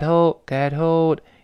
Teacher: 这个辅音 T 就会把后面那个 H 轻轻地打穿了，就是 H 几乎不发音了。 · Term: 击穿轻辅音 H